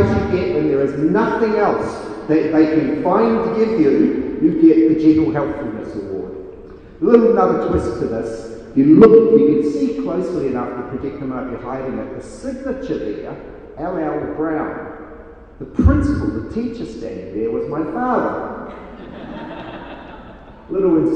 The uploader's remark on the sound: Speaks at SRHE Digital University Network Event.